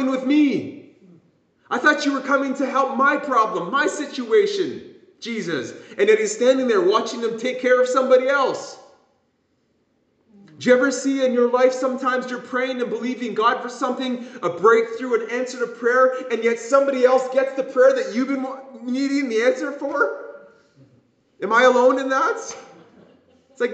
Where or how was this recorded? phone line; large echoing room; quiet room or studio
large echoing room